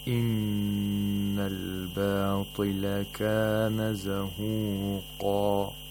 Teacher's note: We have a noon which is مشدد. Therefore we have to lengthen, we have to nasalize the noon for 2 vowel counts.